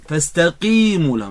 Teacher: الكسر أدنى مراتب تفخيم في القاف